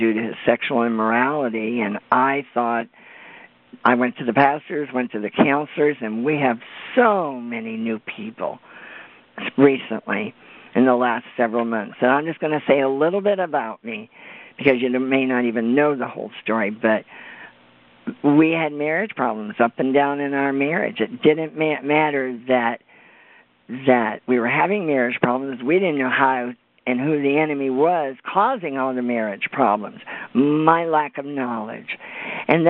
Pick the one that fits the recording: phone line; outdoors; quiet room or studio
phone line